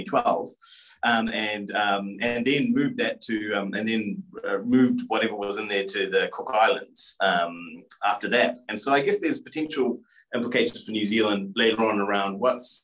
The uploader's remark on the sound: for an hour in a live webinar for paid subscribers